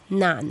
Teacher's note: 佢嘅起音咧系 n 而唔系 l 声母 · Term: n 声母